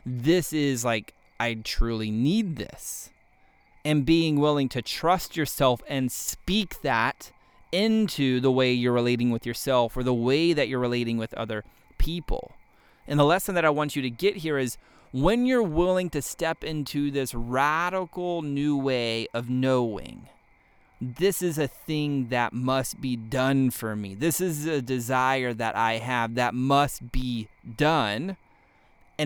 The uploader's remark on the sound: You may be able to hear the crickets chirping. I'm actually sitting out here on the deck of my new house and it's dark outside, and don't have the podcast set up in the office yet.